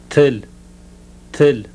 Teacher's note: Now the voiceless alveolar plosive.